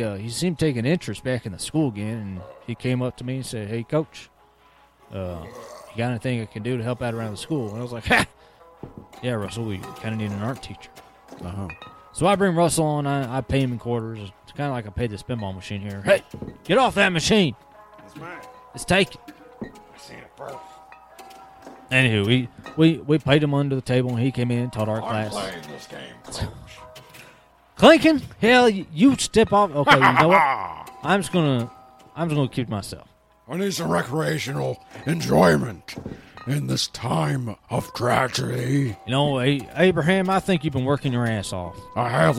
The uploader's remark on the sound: come to you live from Pistol Pete's Liquor Ranch